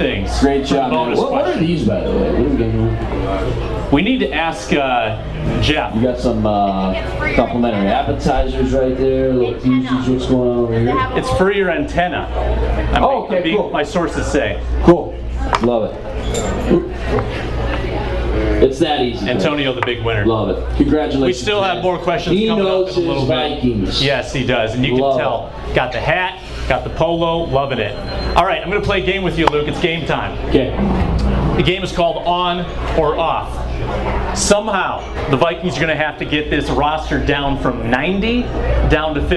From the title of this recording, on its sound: Live From Bonfire in Mankato!